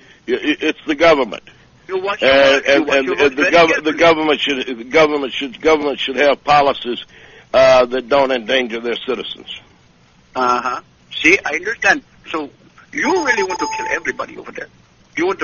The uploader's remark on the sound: Prank Phone Calls